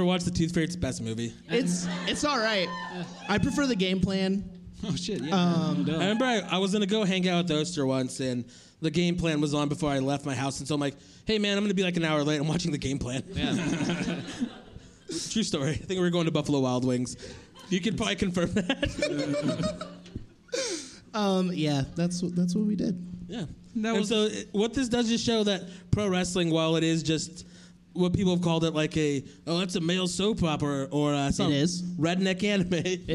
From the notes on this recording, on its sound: This is our first ever live show from Storyfort during Treefort Music Fest 2019!